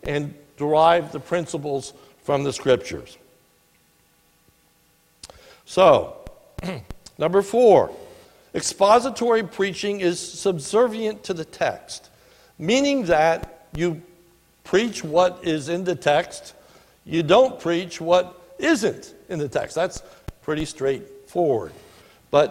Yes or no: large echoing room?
yes